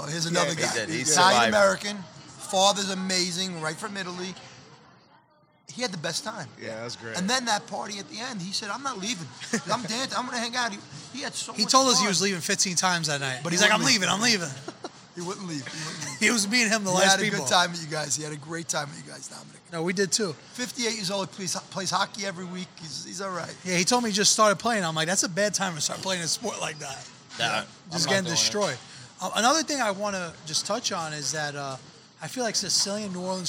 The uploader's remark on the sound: Filmed live at Mike's Deli on Arthur Avenue